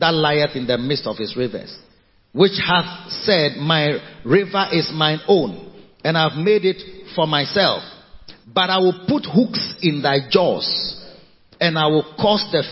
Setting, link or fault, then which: setting, large echoing room